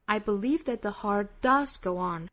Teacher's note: Does 这个词它的语调在这句话里头是最高的，也就是这句话里最强调的点了